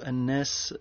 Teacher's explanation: إظهار الغنة فيها أو إبراز الغنة فيها. إبراز الغنة فيها بمقدار ألف